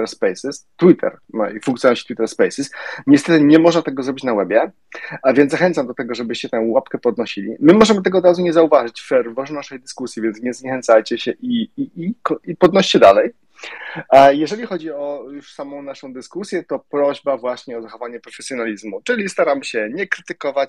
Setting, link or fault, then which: link, video call